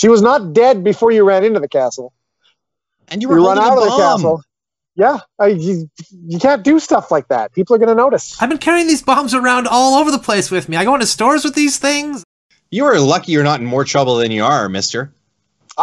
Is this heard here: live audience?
no